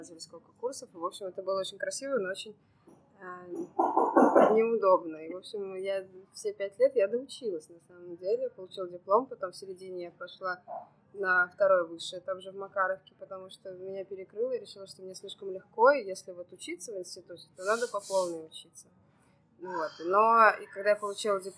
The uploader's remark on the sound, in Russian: В ее кафе «Брат» в Санкт-Петербурге, поэтому не удивляйтесь шуму кофемашины, разговорам на заднем фоне.